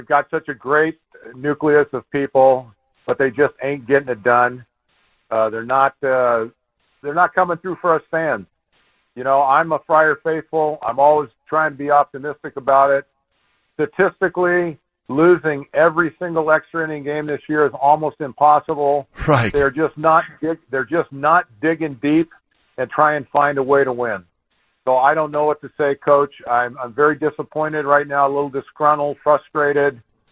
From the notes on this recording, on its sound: fans call